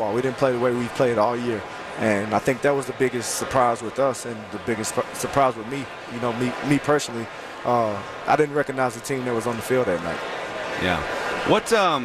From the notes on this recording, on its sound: live from Radio Row all week